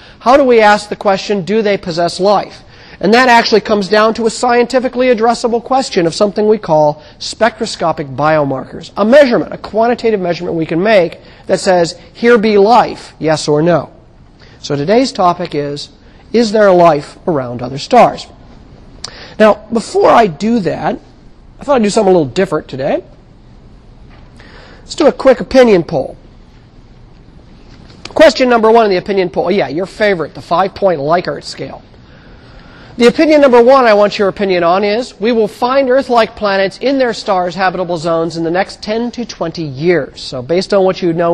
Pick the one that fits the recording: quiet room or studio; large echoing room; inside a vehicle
large echoing room